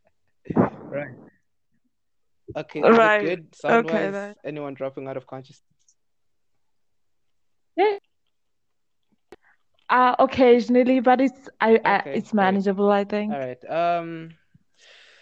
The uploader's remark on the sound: So we had bad bad bad audio issues this week and connection issues too but we made it work as best as we could.